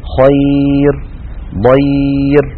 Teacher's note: ترقق الراء إذا كانت ساكنة وقبلها ياء ساكنة · Term: ترقيق الراء